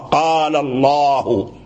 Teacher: اسم الجلالة إذا وقع بعد الفتح فاللام مفخم لجميع القراء · Term: تفخيم اللام